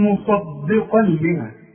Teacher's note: واللام ادغام كامل بدون غنى